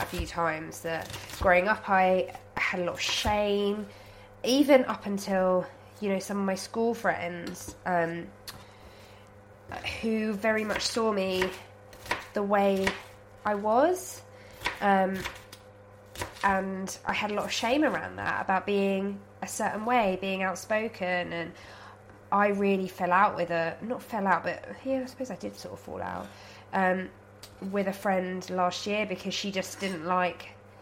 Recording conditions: sounds in the background